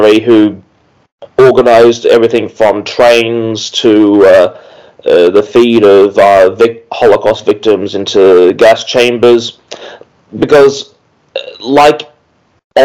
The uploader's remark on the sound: We apologise for the poor audio quality. At the time of recording Covid restrictions forced us to record remotely.